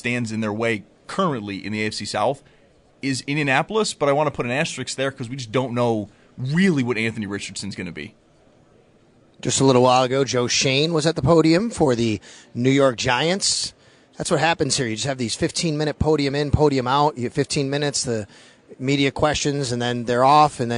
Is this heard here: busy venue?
yes